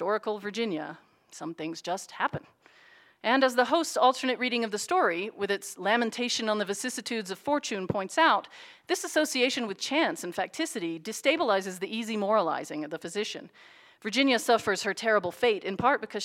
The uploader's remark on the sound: Audio recording of a lecture. As part of the Dean's Lecture and Concert Series.